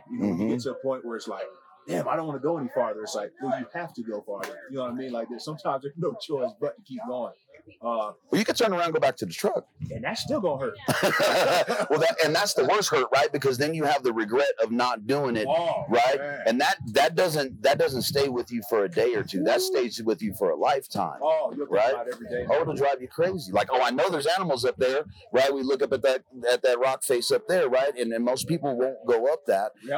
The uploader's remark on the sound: Live From Western Hunt Fest